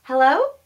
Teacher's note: when we say hello at the top of our breath, we are in the top of our range. We hear this as very anxious.